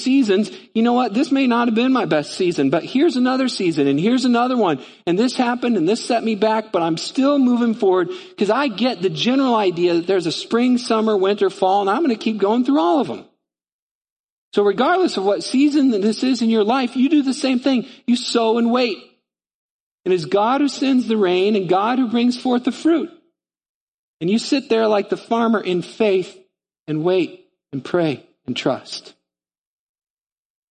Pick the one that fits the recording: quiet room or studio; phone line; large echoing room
large echoing room